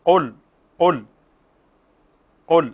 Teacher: القاف استعلاء وهو ارتفاع للسان للحنك الأعلى